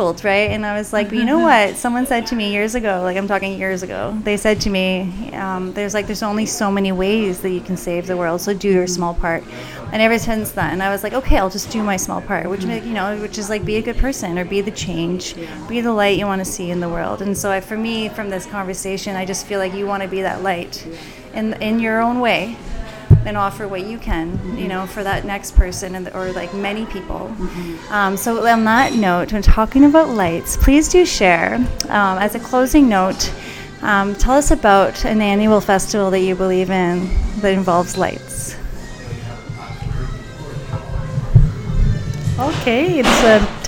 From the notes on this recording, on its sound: Recorded LIVE in TWIGGS Coffee Roasters, Downtown, North Bay, Ontario.